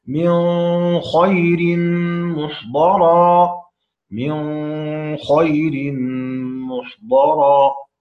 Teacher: تلاحظون أني يعني أجريت الغنة في إدغام النون الساكنة في الخاء